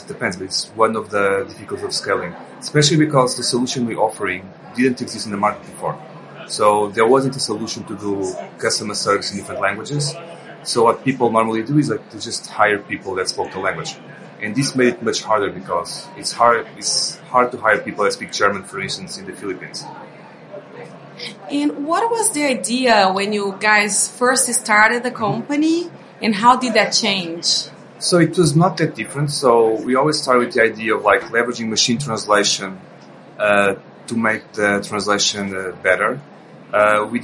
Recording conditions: busy venue